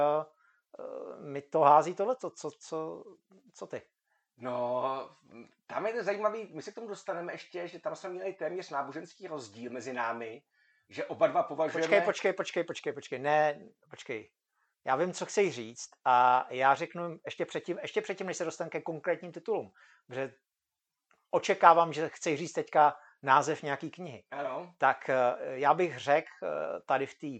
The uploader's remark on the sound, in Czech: Omlouváme se za slabší kvalitu zvuku.